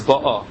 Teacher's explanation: The word ba'a, if you normally in Hebrew, the words are milra, the last syllable. So the normal pronunciation is ba'a.